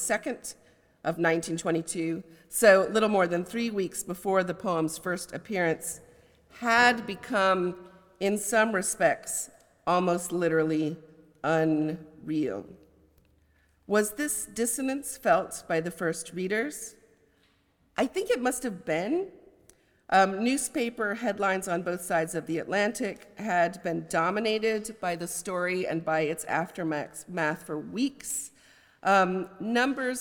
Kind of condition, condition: setting, large echoing room